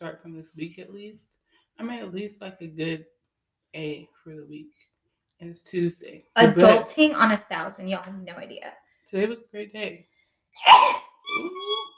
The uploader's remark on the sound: Thank you for returning and bearing with us as we continue to figure this whole audio situation out.